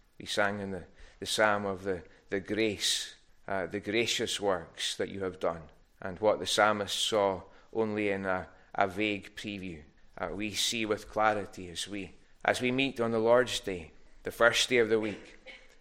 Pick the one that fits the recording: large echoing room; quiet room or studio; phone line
large echoing room